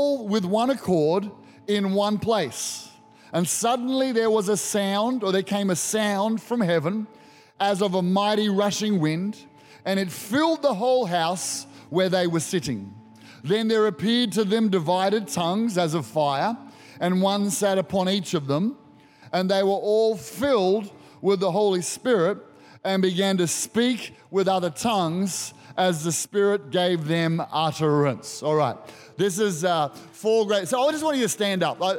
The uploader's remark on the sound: Recorded during our 9am service